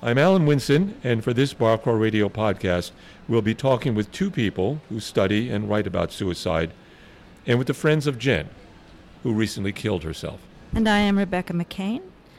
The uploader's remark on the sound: This BCR program was recorded in May 2023 at Gebhard's Beer Culture Bar in the UWS of Manhattan. This BCR program was recorded in May 2023 at Gebhard's Beer Culture Bar in the UWS of Manhattan.